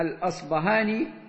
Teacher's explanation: والأصفهاني ابن خيرون هذا نسبة إلى أصفهان التي هي بلد أصله، وربما جاءت في بعض الكتب الأصبهاني، وهذا جائز وهذا جائز، لأن الباء المهموسة التي هي تعرف بالباء الفارسية كما هي في اللغات الأوروبية، العرب يتصرفون فيها بإبدالها إما باء مجهورة كما في الأصبهاني أو فاء. وبعض أهل العلم ينسبون إبدالها باء إلى أهل المغرب وإبدالها فاء عند المشارقة.